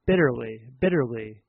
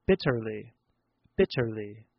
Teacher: The British pronounce their T's differently than Americans. I'm American, so I pronounce it with a soft T, like bitterly, bitterly. Maybe that sounds like a D to you · Shown in: first take